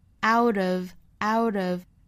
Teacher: Education is the only way out, the,和 only 连读加 e, the only way out.后面 the way out of,这个 out 和 of 连读 t,半浊成 d